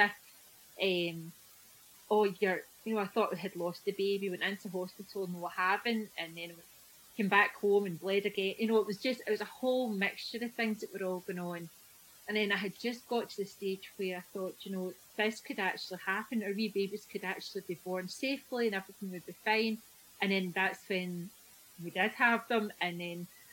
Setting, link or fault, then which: fault, poor sound quality